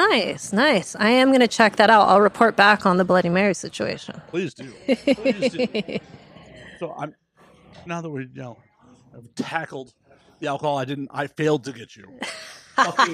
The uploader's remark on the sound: live at avn 2023